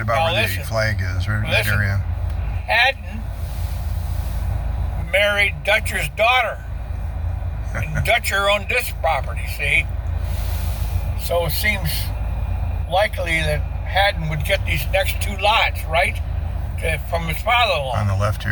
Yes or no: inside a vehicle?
yes